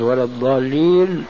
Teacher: أما الضاد العربية الصحيحة والتي يدندن حولها ابن الجزري ومن شرح كلامه فهي ضاد رخوة يقترن معها الاستطالة، بحيث لو أراد الإنسان أن يمد نفسه بضاد ولا الضالين لاستطاع